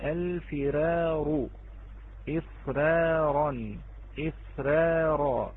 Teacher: عندما تكررت هذه الراء ففخمت